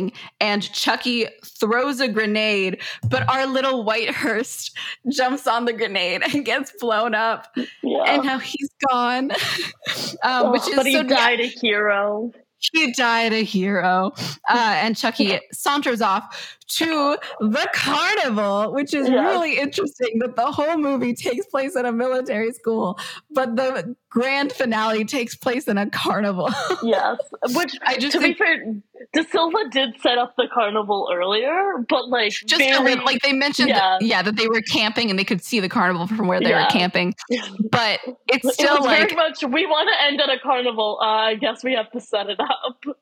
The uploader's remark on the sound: We appreciate your patience with us while we figure out audio